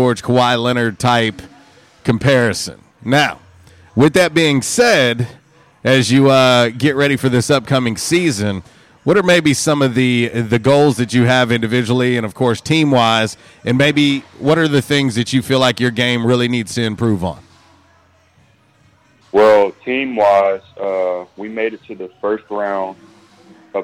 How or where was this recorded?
phone line